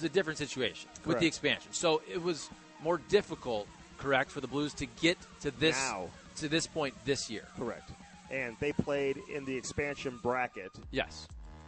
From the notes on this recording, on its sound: broadcasting live from the Enterprise Center